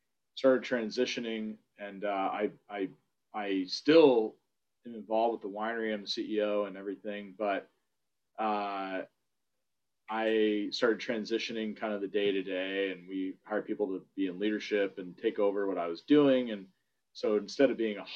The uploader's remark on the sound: SIP Virtual Wine Tasting & Q&A. Trinitas Cellars in Napa Valley.